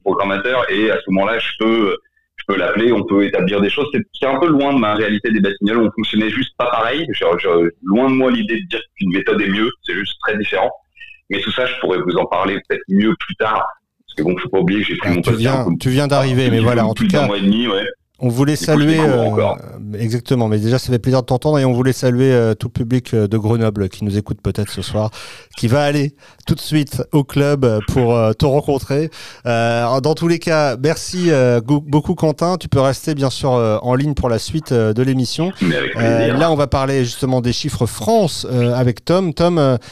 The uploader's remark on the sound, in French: Entretien par téléphone